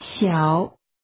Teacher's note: This word has a falling, rising tone.